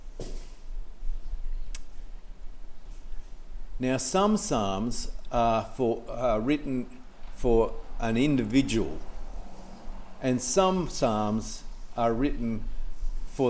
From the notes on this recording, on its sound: This sermon was preached on 14th January 2024 at all services of Helensburgh and Stanwell Park Anglican Church